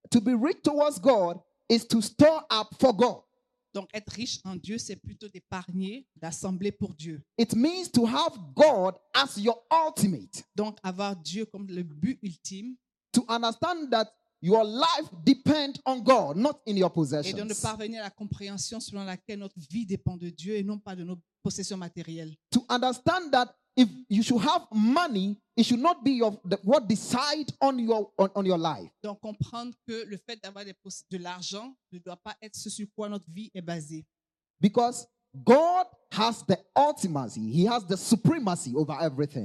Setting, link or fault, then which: setting, large echoing room